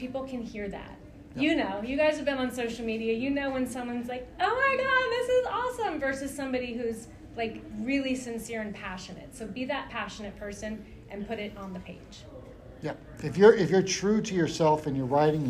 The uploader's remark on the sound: MAKING AND MARKETING COMICS PANEL at PALMCON 2022!